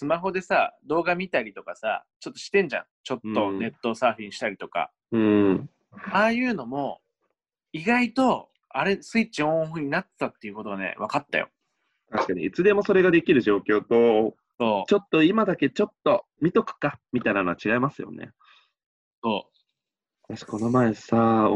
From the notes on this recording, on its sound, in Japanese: オンライン収録に挑戦！オンライン収録を実施！